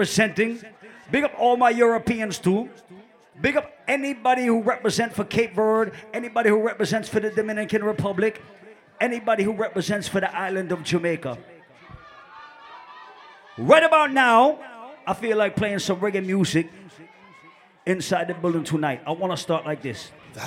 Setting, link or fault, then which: setting, live audience